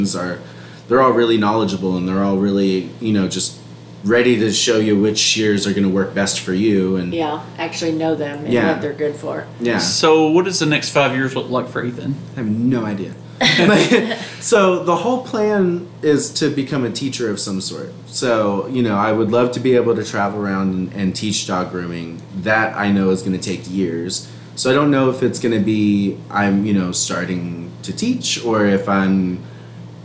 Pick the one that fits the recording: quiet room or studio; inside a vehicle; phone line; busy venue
busy venue